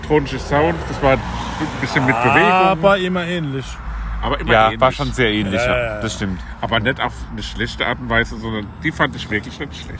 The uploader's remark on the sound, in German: Maifeld Derby 2023. Wir nehmen euch mit aufs Festivalgelände und sprechen über unsere Eindrücke von Tag 1!